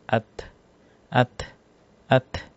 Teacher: sifatnya itu dia syiddah plus hams ya. Hams itu adalah udara yang berhembus.